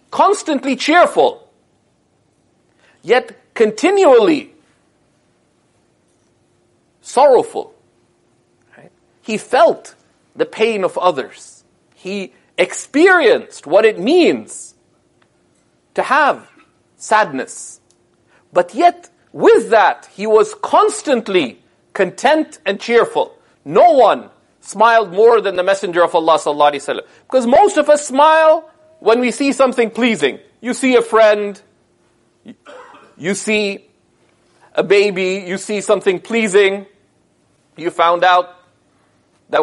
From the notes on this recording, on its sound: This sermon was delivered following the Ramadan 2018 program at SeekersHub Toronto.